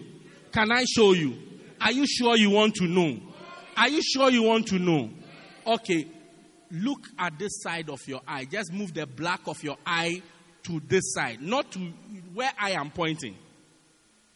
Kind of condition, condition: setting, large echoing room